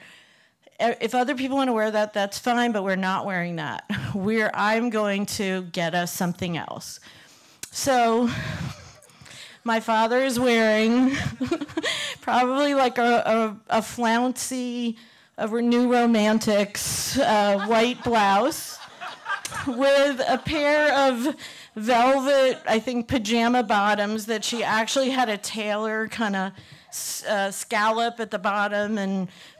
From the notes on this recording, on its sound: This story was recorded live in 2018 in Provincetown, Massachusetts.